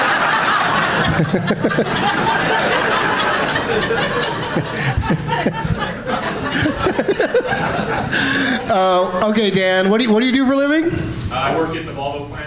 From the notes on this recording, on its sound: Live from Goodnights Comedy Club in Raleigh